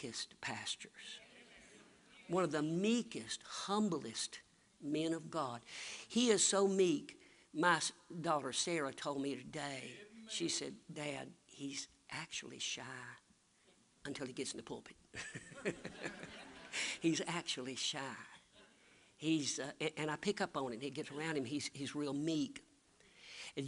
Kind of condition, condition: setting, large echoing room